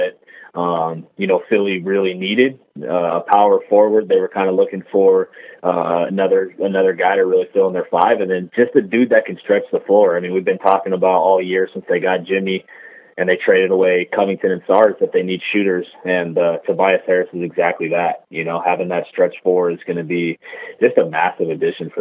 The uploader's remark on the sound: Brave the Pacific Northwest blizzards to join the podcast by phone.